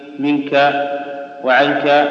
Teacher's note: أيوه، وهو يخرج من الخياشيم خالصا، وكذا مخرج النون الساكنة المخفاة عند حروف الفم نحو منك وعنك من الخياشيم